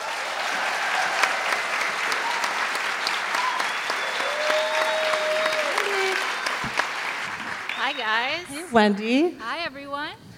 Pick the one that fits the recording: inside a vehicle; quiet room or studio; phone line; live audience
live audience